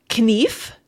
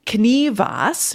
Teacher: Knief, that F was pronounced sitting by itself at the end, and then knivas, because you added an AS at the end, and the F turned into a V. · Shown in: second take